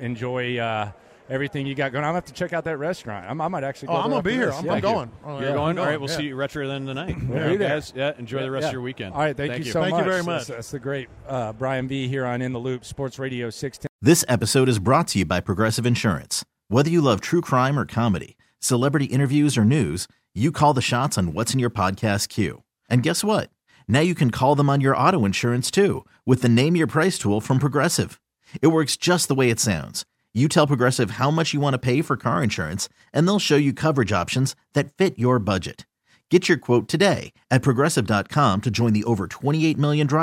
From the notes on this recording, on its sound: LIVE at Radio Row